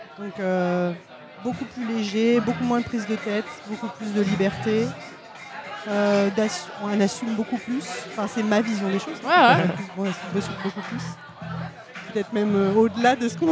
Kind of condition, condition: setting, busy venue